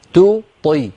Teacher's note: رقق التاء وفخم الطاء